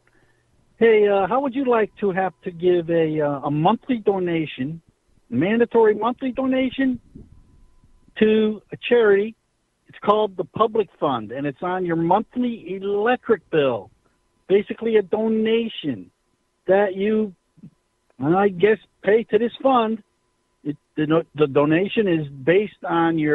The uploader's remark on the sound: More phone calls on energy. Take more calls!